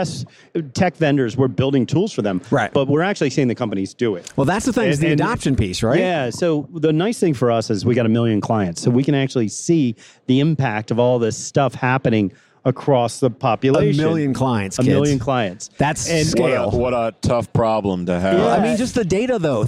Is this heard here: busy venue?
yes